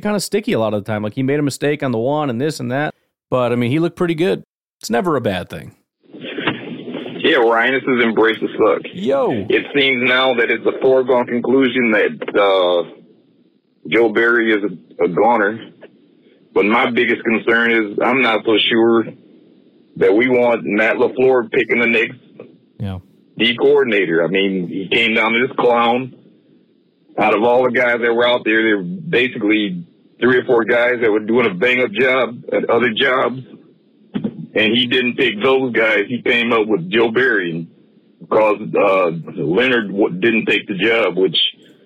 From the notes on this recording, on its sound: Listen as fans call in, sharing their insights and frustrations.